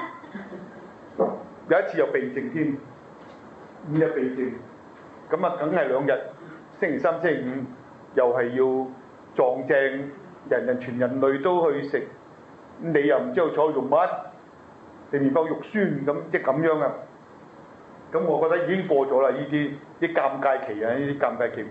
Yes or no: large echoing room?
yes